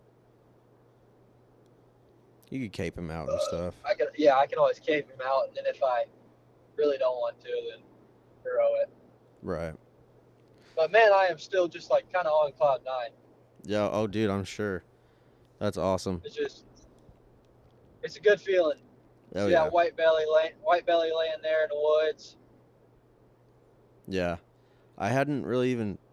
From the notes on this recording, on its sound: Is driving home from a memorable deer hunt.